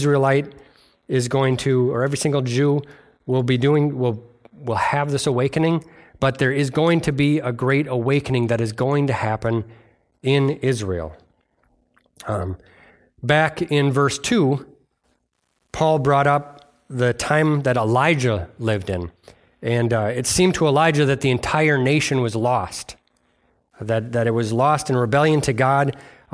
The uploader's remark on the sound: delivered on Sunday, December 6th at Bible Center Church in Maiden Rock, Wisconsin